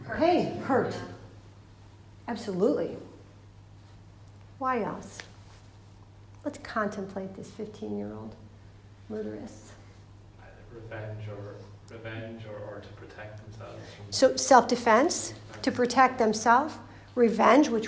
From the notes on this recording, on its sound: This is a recording of a talk. At Emmaus Retreat Centre, Dublin.